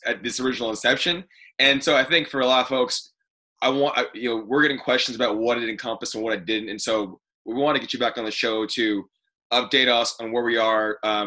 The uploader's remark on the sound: This episode was recorded remotely